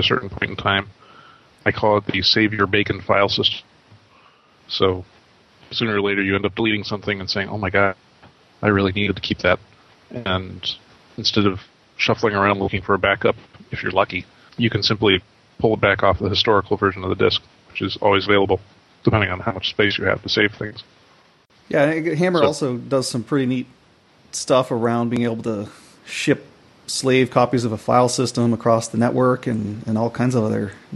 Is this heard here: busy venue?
no